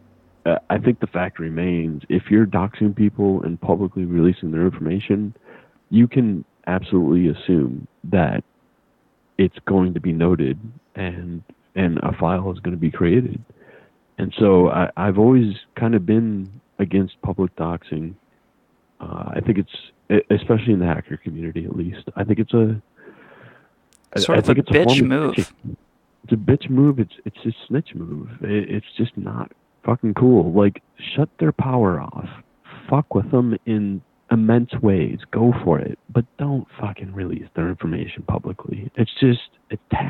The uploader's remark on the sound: He just called in.